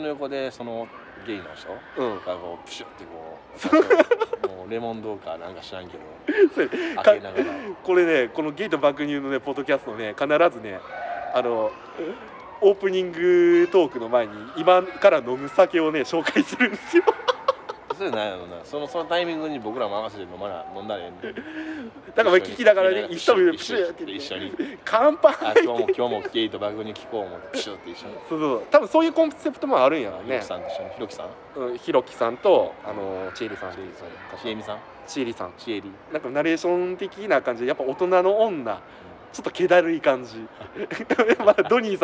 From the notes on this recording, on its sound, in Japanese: 公園で収録してます。